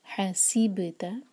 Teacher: ام حسیبتا، ح حلق سے سین پر سیٹی جیسی آواز، اور سی سے آواز نہیں آنی چاہیے، سی ہے سی. حسیبتا با پر سکون ہے تو با پر قلقلہ کریں گے. حسیبتا تا ایک حرکہ، ان نون پر غنہ اور ایک حرکہ.